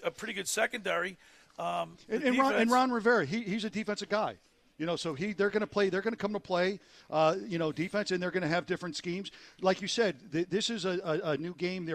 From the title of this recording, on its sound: Live remote at Yesterday's Creekside Tavern